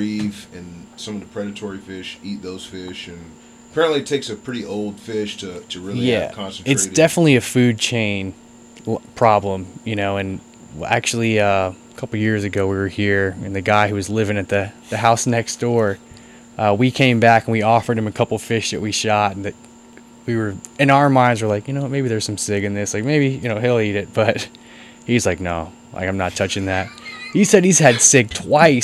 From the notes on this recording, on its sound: This episode was recorded on the porch of the famous "Crab Shack," so be prepared to hear some AC humming and some seagulls singing.